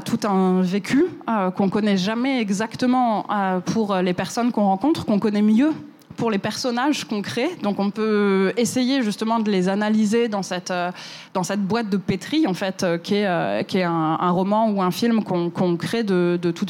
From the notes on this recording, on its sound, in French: cet épisode a été enregistré à la Gaîté Lyrique